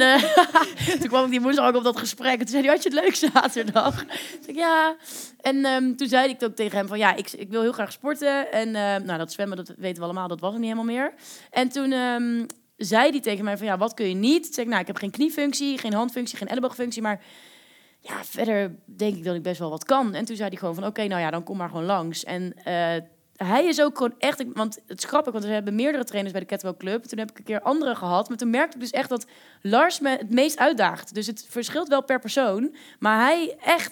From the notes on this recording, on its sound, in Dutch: Tijdens een live opname in de Lindenberg